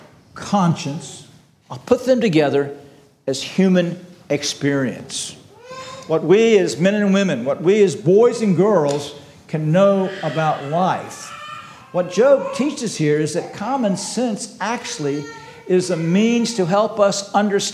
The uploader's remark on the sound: This sermon was preached on April 16, 2023 at Antioch Presbyterian Church. At Antioch Presbyterian Church, a mission work of Calvary Presbytery of the Presbyterian Church in America located in Woodruff, South Carolina.